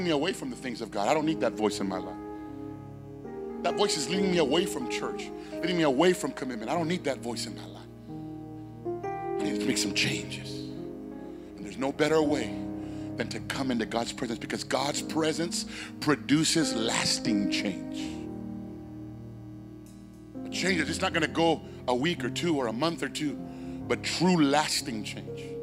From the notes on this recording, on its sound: Sermon Preached on 1/8/23 at Phoenix First Apostolic Church